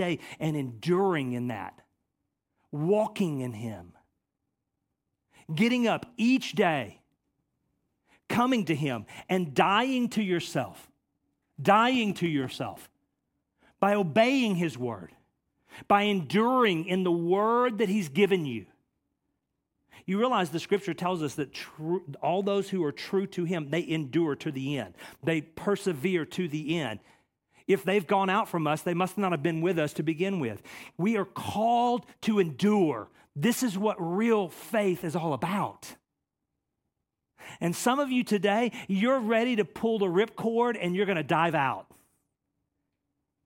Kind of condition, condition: setting, large echoing room